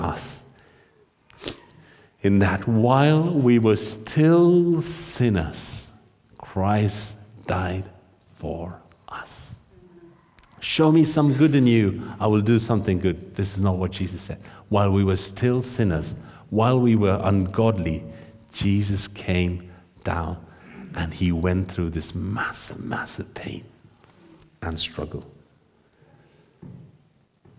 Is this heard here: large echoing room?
yes